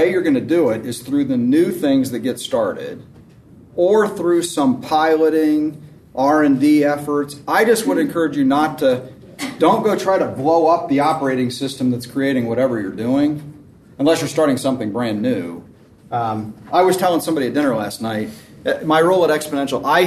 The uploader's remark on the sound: This episode is from Exponential, recorded at the National Disciple Making Forum.